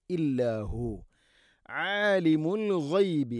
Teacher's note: ആലിം ഐന് തൊണ്ടയുടെ മധ്യഭാഗം. ആലിമുൽ ഗൈബി അൽ ഗൈബ് ഗൈൻ, ആലിമുൽ ഗൈബി ഗൈന് തൊണ്ടയുടെ മുഗൾ ഭാഗമാണ്.